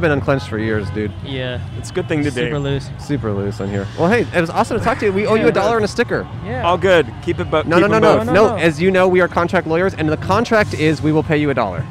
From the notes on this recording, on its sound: Recorded on Sunset Blvd in Silver Lake, Los Angeles.